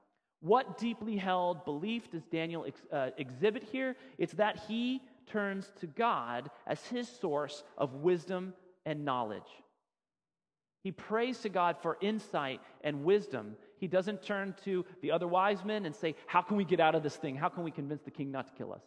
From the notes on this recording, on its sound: Sermon audio from FIBC Copenhagen